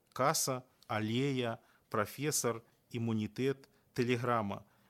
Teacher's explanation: У большасці іншамоўных слоў не адбываецца падаўжэнне зычных